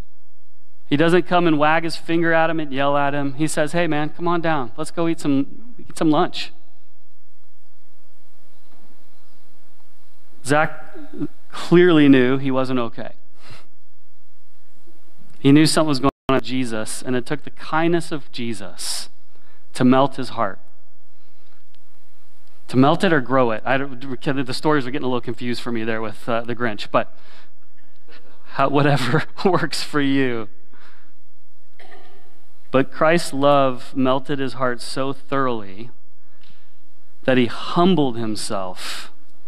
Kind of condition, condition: setting, large echoing room